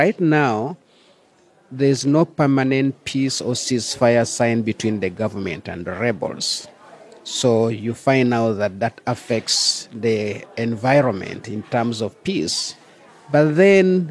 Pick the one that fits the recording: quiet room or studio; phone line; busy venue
busy venue